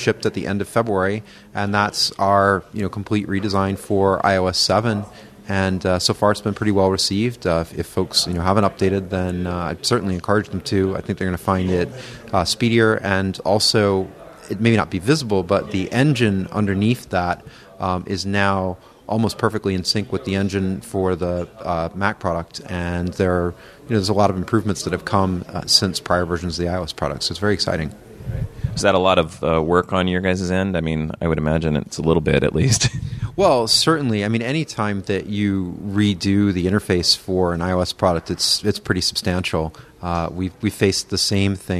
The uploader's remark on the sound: Macworld/iWorld 2014 (day2). Interviews from the expo floor at Macworld/iWorld 2014.